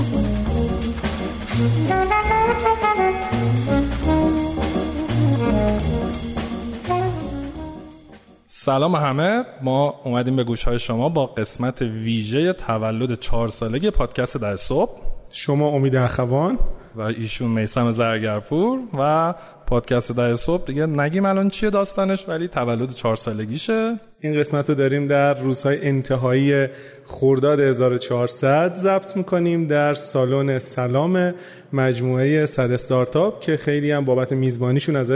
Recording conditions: live audience